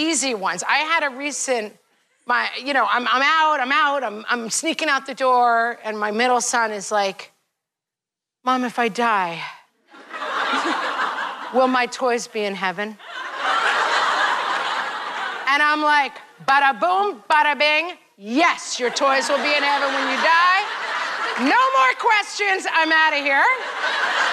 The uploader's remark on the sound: This episode contains excerpts from our latest What Fresh Hell Live! Show, performed at the Chappaqua Performing Arts Center in Chappaqua, NY.